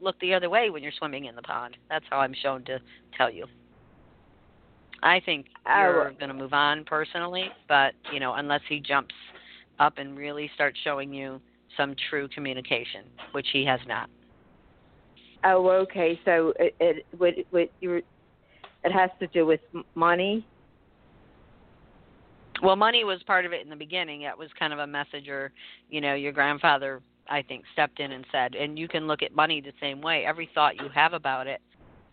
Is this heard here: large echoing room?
no